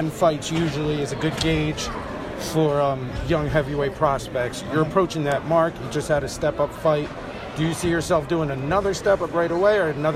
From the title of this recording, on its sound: Post-Fight Press Conference